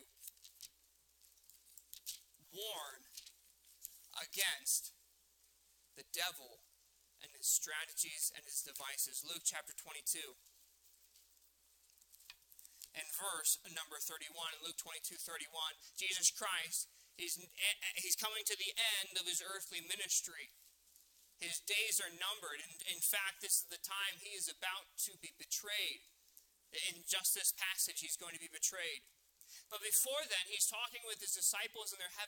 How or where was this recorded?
large echoing room